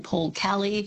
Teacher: Melbournians pronounce some E's as A's, as in Paul Kelly, Melbourne